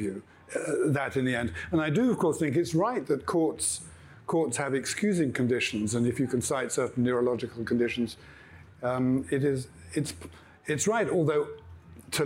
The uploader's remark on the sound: This episode was recorded live at our philosophy festival HowTheLightGetsIn.